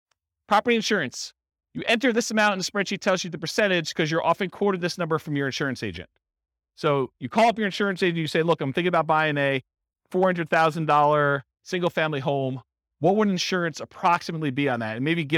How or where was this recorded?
live audience